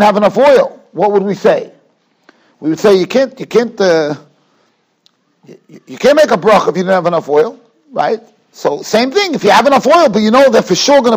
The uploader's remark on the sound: Shiur recorded in Yeshivas Ohr Reuven, Monsey, NY.